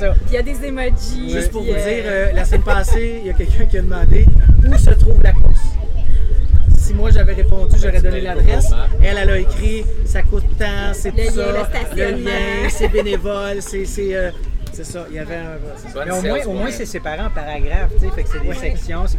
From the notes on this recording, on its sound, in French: Nous avons enregistré sur place à la 1re course de la Série du Canal.